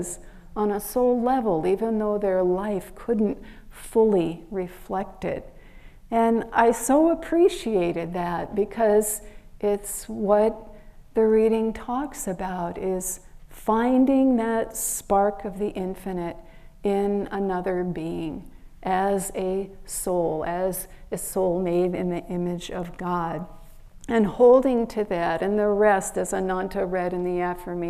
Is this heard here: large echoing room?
yes